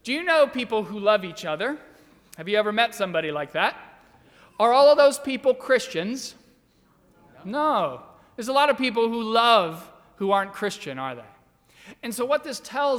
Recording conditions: large echoing room